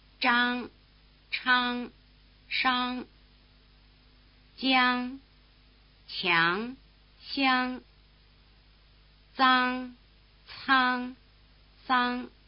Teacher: Notice that they line up with 3 tongue positions you learned for the affricates. Retroflex with the tongue in the R position, palatal with the tongue in the E position, and dental with the tongue in the S position.